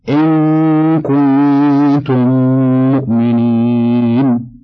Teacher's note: وأما إدغام المثلين الصغير فله حرف واحد أيضا وهو الميم، فإذا وقعت بعد الميم الساكنة ولا يكون ذلك إلا في كلمتين وجب إدغام الميم الساكنة في الميم المتحركة، وسمي إدغام مثلين صغيرا، فليست له إلا صورة واحدة، ومثالها: إن كنتم مؤمنين.